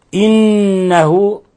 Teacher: حرف غنة مشدد فيغني مقدار حركتين